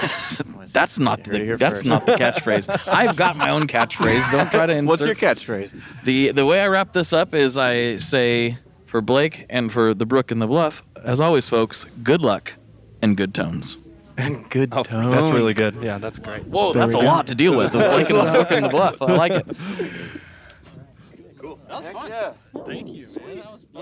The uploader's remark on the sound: These Fairwell Fest episodes are recorded in the "green room area' of the festival and it is a much different environment than I'm accustomed. You'll notice the vibe is slightly different, but not in a bad way.